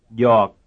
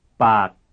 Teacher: All of these words were pronounced with low falling pitch contour